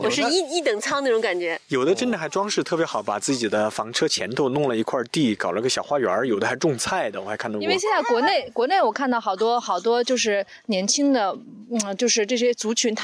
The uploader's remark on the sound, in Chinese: 刚好德国又开始解封了，四位主播聚在一起尝试第一次在户外录音，我们的娃们不是在睡觉就是在玩沙。